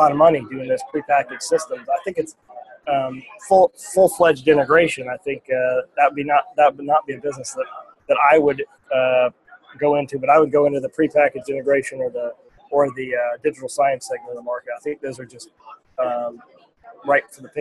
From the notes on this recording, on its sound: live from the ISE show